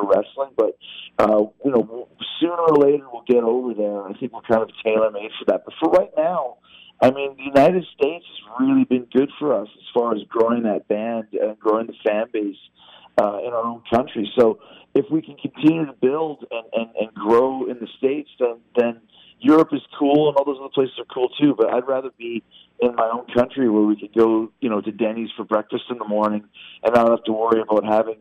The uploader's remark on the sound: joins us on the phone